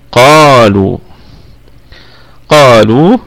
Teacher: فهذه القاف من حروف الاستعلاء، أي يستعلي اللسان في الحنك العلوي، وهنا هو في أعلى درجات التفخيم كما بيناها من قبل، مفتوح وبعده ألف كما في هذه الكلمة قالوا، ومفتوح فقط في الدرجة الثانية، ومضموم في الدرجة الثالثة، ومكسور في الدرجة الرابعة وهي أقل درجات التفخيم.